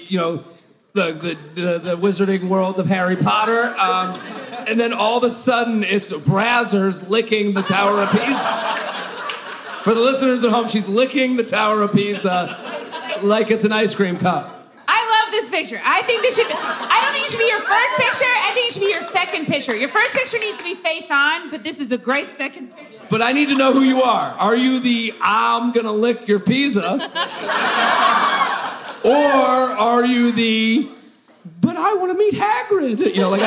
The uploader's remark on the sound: LIVE From Helium St. Louis.